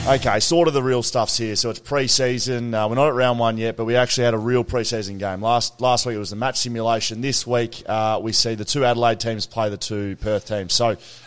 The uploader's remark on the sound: The boys hit the road to broadcast live directly from the Shelter Brewing Co. Live From Shelter Brewing Co.